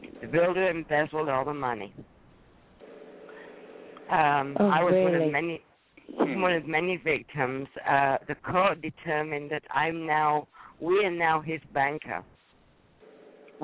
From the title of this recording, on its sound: Call